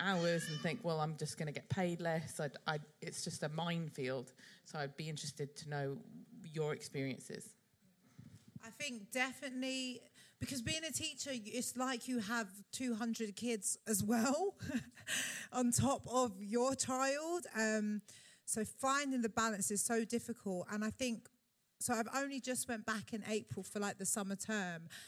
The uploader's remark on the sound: Part 3 of 'Badass Mums Live' at the Roundhouse